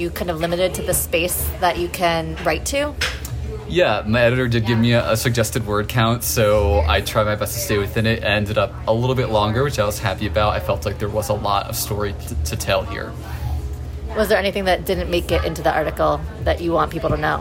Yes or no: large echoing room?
no